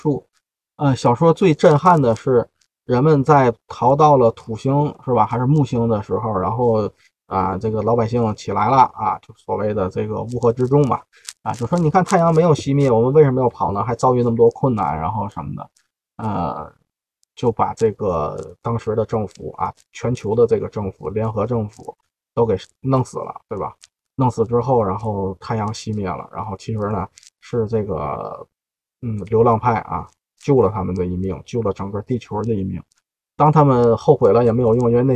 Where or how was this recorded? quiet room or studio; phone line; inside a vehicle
inside a vehicle